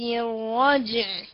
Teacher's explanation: الجمع بين قلقلة الجيم وعدم قلقلة العين